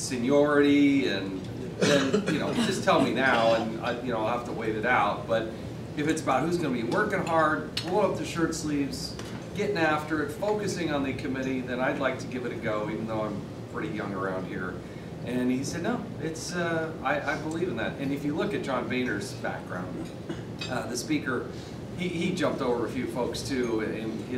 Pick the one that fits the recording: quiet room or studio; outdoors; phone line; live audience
live audience